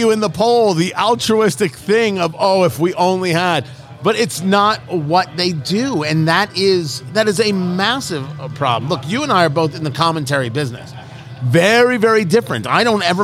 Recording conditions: busy venue